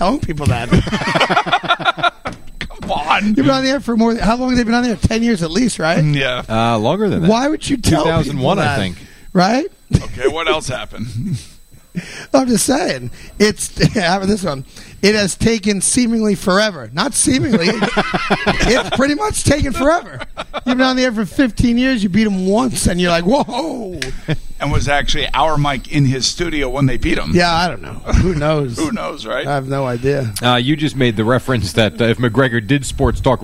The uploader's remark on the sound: broadcasted live in Baltic Connecticut at the Mohegan Sun golf course